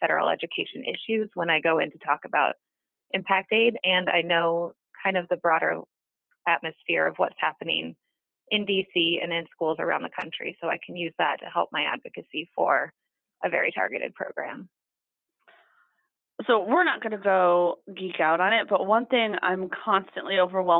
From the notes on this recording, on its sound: She called